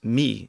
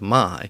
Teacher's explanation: Lots of British speakers, British English speakers, still pronounce M-Y as me instead of my. · Shown in: first take